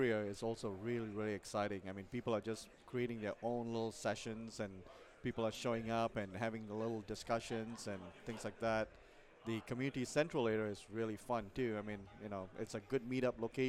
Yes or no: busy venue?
yes